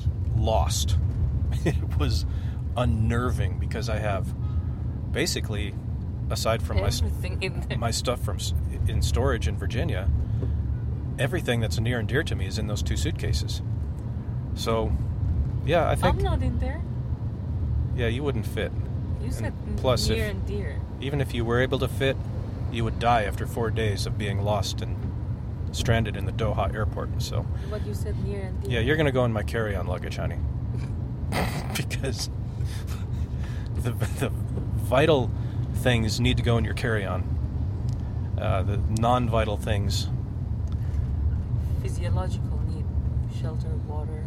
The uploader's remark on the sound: Recorded this on the car ride to the airport to retrieve the bags.